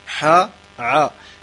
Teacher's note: لولا الجهر الذي في العين لكانت حاء، ولولا الهمس الذي في الحاء لكانت عينا